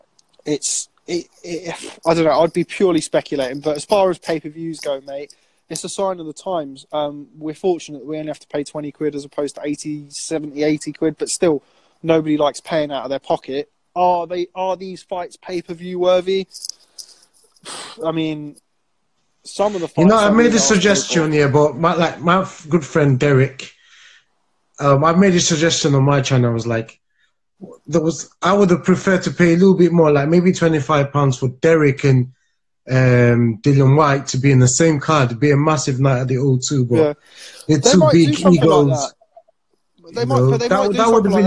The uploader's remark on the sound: INSTAGRAM LIVE SHOW